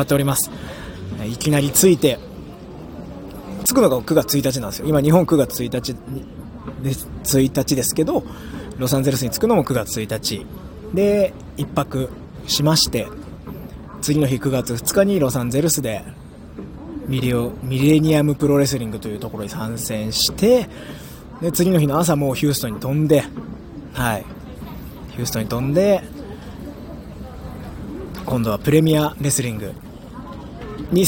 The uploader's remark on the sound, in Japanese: さぁいよいよアメリカ遠征に出発です！！搭乗直前の声を収録！